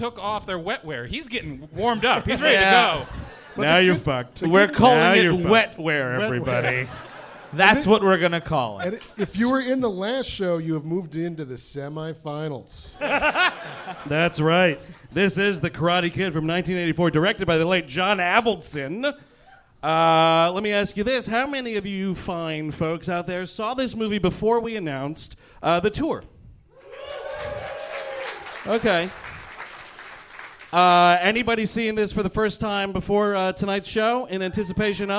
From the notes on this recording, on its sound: Live in Hollywood. LIVE from the Improv in Hollywood, California! Recorded on the most recent leg of tour.